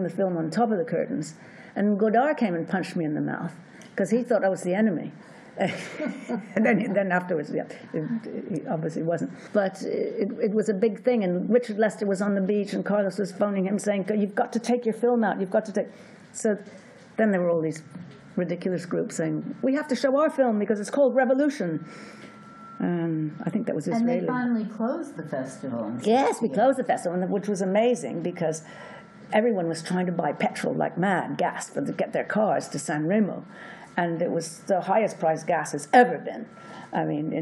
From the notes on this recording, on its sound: at the Panama Film Festival